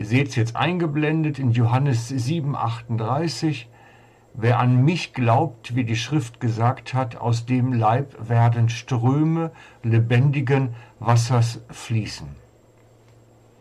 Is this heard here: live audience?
no